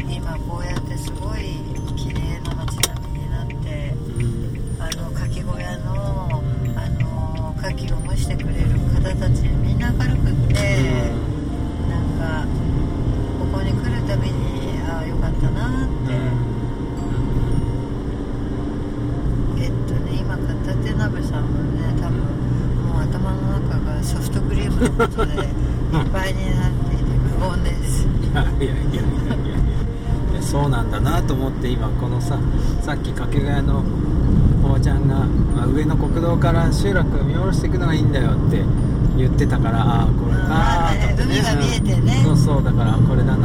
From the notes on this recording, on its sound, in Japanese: 三陸沿岸道路より。今週は初めて車の中で録ってみました。けっこうエンジン音がうるさいね・・うちのエブリイががんばってる音もお楽しみください。